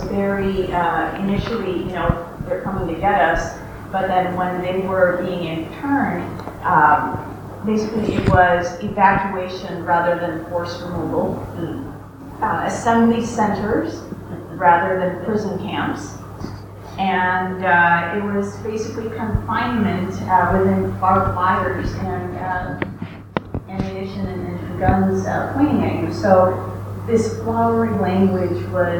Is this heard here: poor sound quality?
yes